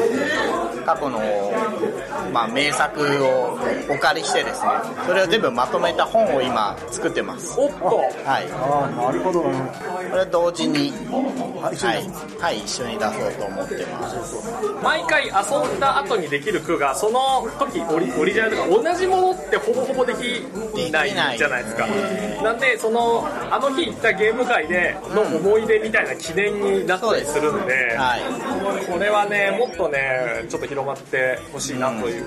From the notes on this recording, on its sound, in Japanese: 月末にイエサブ秋葉原RPG館で開催されたアナログゲーム体験会の終わりしなに収録しています。体験会が好評だったため、若干ガヤが入っておりますがご了承ください。